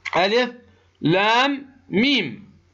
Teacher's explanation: هذه اللام نهايتها ميم عند النطق بها، تقول لام، جاء بعدها ميم، فتدغم الميم الأولى في الثانية · Term: إدغام